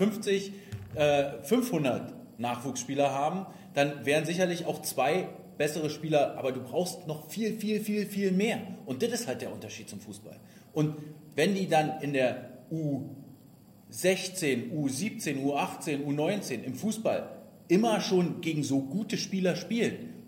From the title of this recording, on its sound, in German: Der Livepodcast